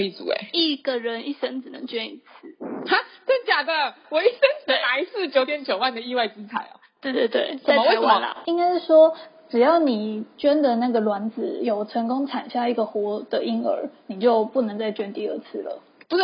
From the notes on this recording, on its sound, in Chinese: 本集音質不佳，不建議使用耳機。